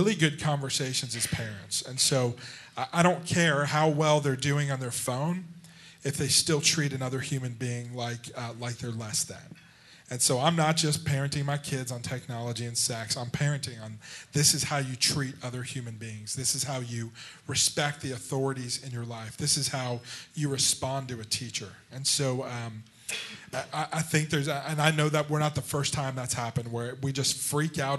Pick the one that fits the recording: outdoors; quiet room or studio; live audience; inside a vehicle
live audience